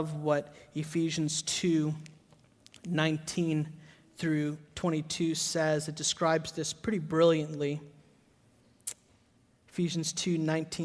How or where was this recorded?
large echoing room